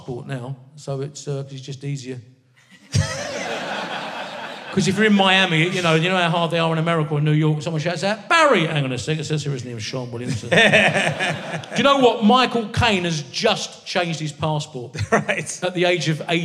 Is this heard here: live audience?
yes